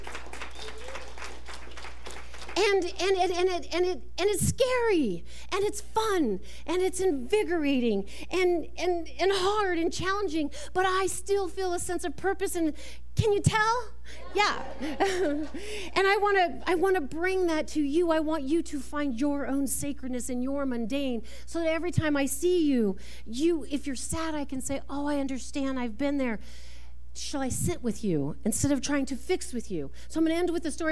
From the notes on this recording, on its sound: This talk was recorded live at the Center for Spiritual Living Prescott on November 5, 2023.